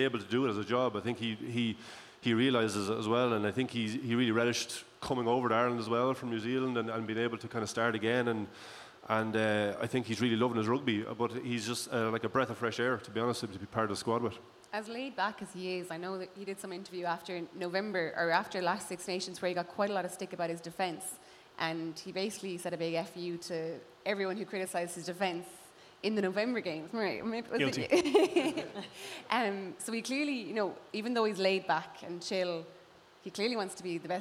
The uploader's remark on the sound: Special live show. We’ve recorded with a live audience at Dublin’s top sports bar, The Camden.